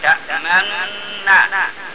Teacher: قول الله تعالى ما لك لا تأمنا عليه، فيها لكل القراء باستثناء ابي جعفر وجهان، الادغام مع الاشمام لانها صارت امننا، فادغمت النون الاولى في الثانيه، فناتي عند النون الاولى ونضم الشفتين